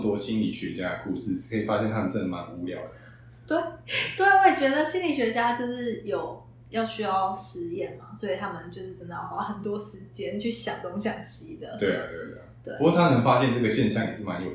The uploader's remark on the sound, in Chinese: 抱歉這集麥克風收音不太好。正努力的嘗試使用Audacity錄音以及後製。